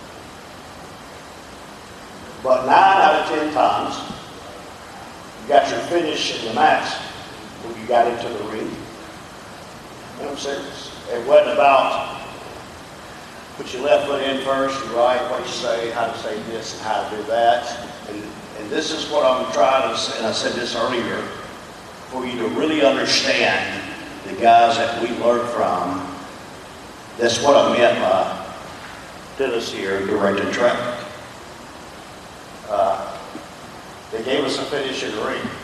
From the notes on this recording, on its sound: we play the full audio from the VIP Meet & Greet from the Crockett Cup forum